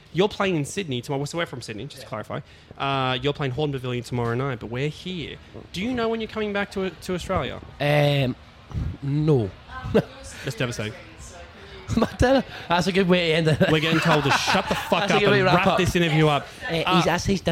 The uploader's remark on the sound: 'The Green Room' podcast rings in the new year at Falls Festival in Byron Bay